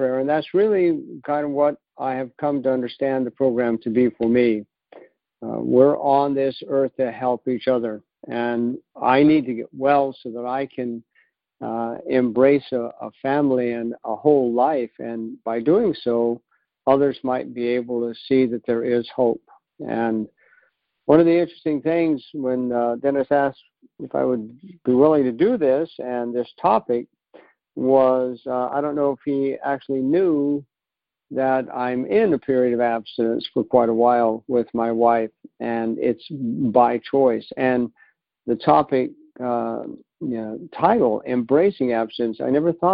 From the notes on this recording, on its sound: 2019 New Years Day Phone Conference.